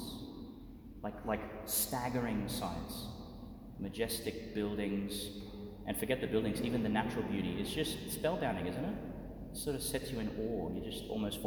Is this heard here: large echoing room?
yes